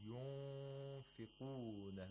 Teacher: Here against فاء. So we use the upper front teeth and the lower lip. · إخفاء of Nun Sakina means that the Nun Sakina is not pronounced from its original place of articulation. In fact, nothing remains of the Nun except for the nasalization. And in order to apply إخفاء، you have to look at the letter that's after the Nun Sakina.